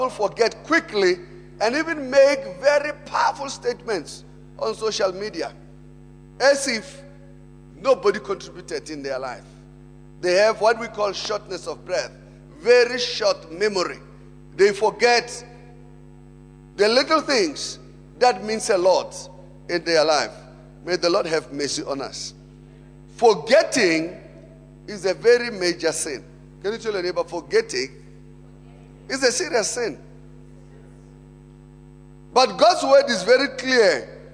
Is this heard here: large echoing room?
yes